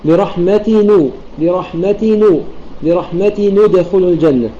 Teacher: بضم نون التنوين ولا نضم التاء، بل تبقى التاء مكسورة كما هي